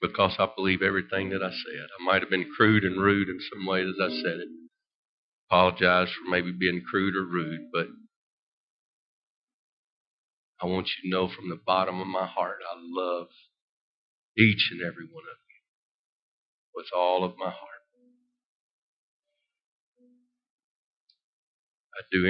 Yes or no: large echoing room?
yes